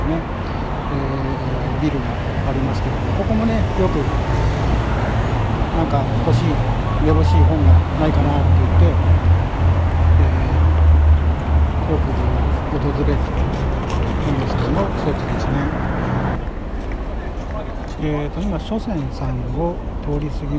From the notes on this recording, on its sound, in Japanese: お散歩ラジオ 歩歩歩 秋葉原編。オール街頭収録の為 風の音など少々入ってます。